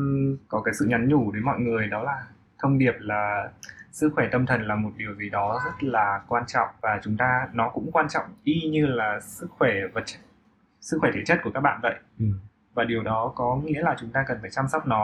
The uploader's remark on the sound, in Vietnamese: Do lý do của thiết bị ghi âm vào thời điểm ghi âm của tập, nên chất lượng âm thanh của tập này không được ổn cho lắm.